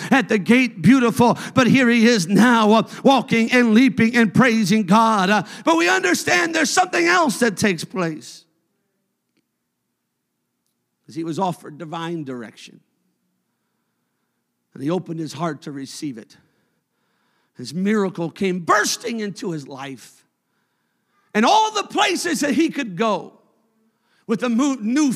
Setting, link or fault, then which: setting, large echoing room